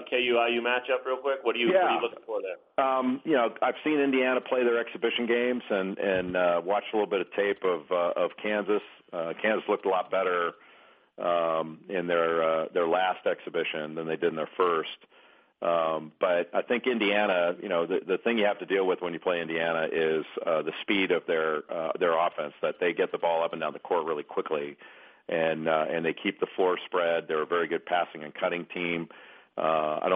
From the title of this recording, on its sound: ESPN CBB Conference Call